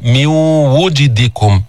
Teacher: واو ما فيها تفخيم، واو مستفلة منفتحة